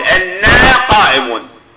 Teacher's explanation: النقلة الثانية، أضغمت النون الساكنة من إن في النون المفتوحة من أنا، فصارت النون بعد أن كانت مخففة صارت ماذا؟ مشددة